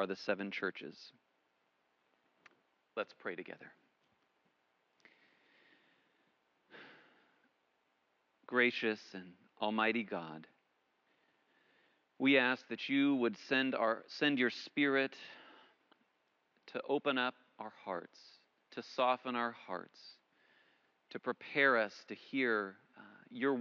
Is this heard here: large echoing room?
yes